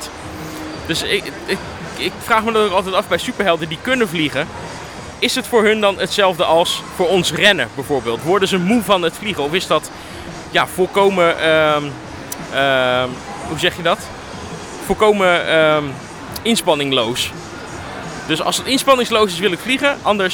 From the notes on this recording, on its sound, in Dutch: De Supercast is terug met een Dutch Comic Con-special! Ik was als razende reporter aanwezig op de winter-editie van Dutch Comic Con in Utrecht en heb er de nodige interviews opgenomen.